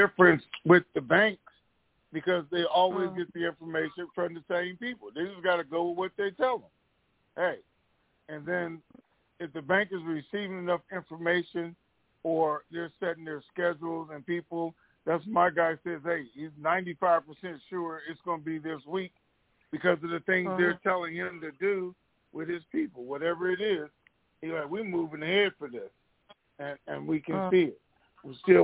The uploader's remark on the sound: TNTSuperfantastic Conference Call